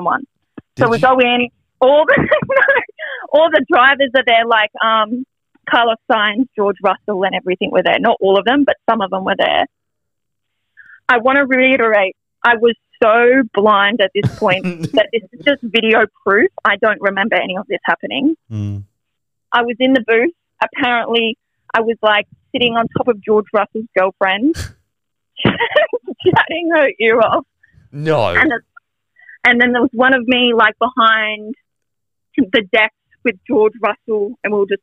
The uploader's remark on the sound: Today we have 5 listeners call